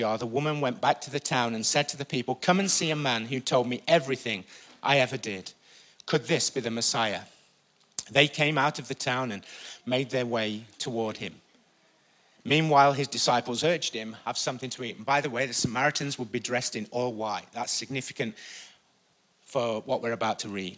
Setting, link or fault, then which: setting, live audience